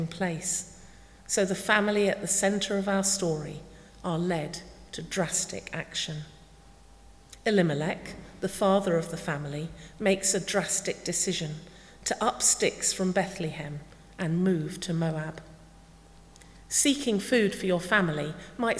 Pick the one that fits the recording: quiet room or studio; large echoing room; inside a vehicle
large echoing room